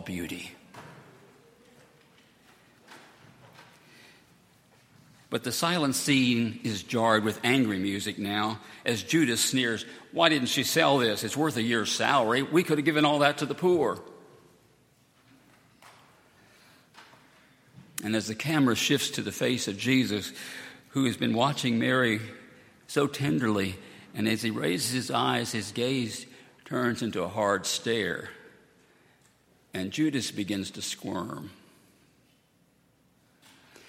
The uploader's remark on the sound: at Highland Baptist Church.